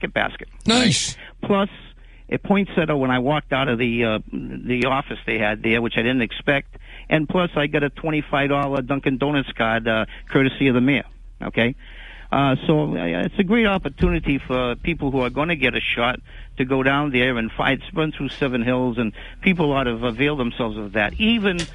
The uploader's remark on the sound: take calls from the audience